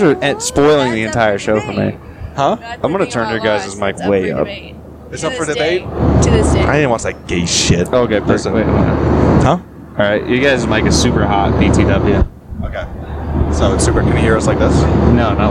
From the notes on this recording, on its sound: recorded this on the way to Austin